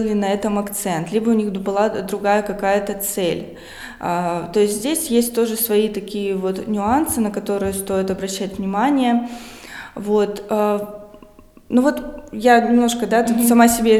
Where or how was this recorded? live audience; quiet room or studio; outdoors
live audience